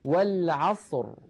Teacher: تأملوا كلمة والعصر، تجدون بأن الراء عند الوقف عليها ساكنة، وقبلها صاد ساكنة، وقبلها فتحة، فتحة العين، إذا نفخمها